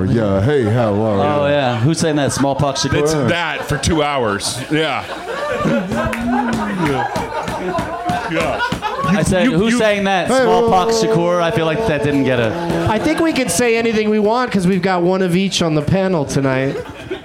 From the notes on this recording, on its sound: Back at the UCB Franklin in Los Angeles